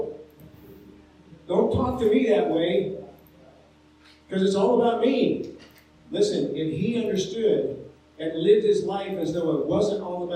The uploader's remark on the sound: Sorry for the poor sound quality on this episode.